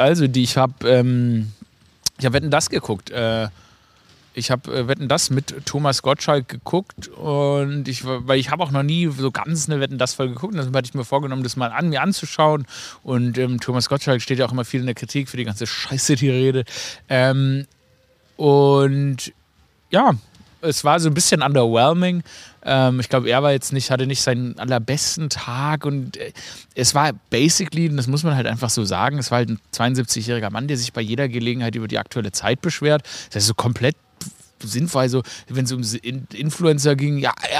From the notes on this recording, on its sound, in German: Live aus dem Garten. Für die winterliche Atmosphäre wurde dieses Episode bei 2 Grad Celcius Außentemperatur im Garten aufgenommen.